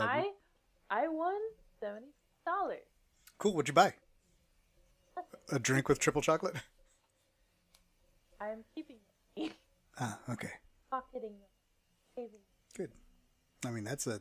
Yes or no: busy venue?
no